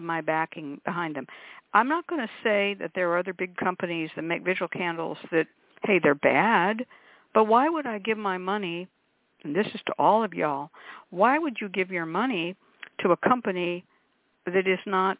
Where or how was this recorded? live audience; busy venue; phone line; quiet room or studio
phone line